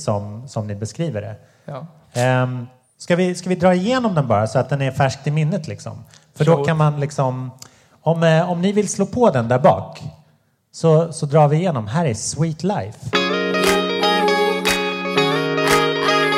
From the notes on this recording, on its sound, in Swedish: 36 Livepodd-special! På Rookie-festivalen i Rock City, Hultsfred. Podden spelas in inför livepublik och har lite svajigare ljud än vanligt, men det är inte värre än att man tolererar det.